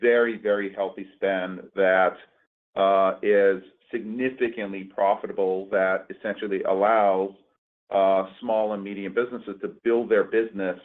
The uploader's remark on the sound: Q2 2023 Earnings Conference Call of Uber.